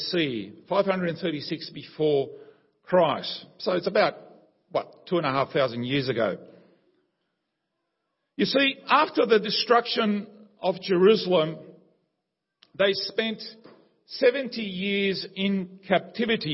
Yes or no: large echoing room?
yes